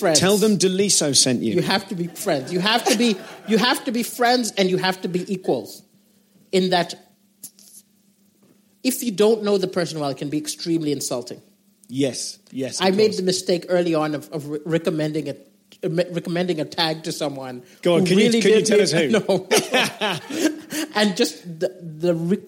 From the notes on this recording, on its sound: Live at Darlington Comedy Festival.